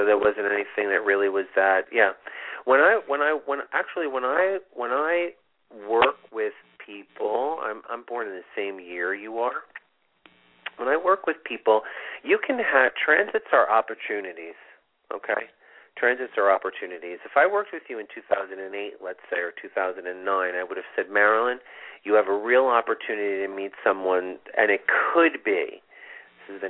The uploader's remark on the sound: This is a call in show with live mini-readings!